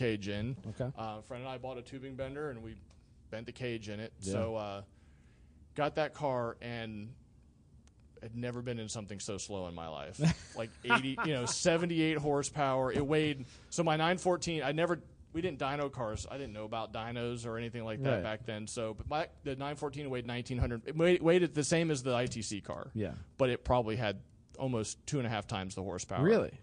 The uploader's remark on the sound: Late at night during #GRIDLIFE Round 4 at Autobahn Country Club